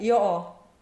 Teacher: It's very open and a round sound.